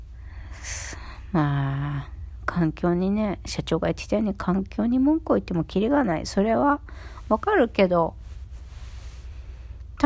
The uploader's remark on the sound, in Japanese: 久々のベッド収録したら鼻息がスゴイw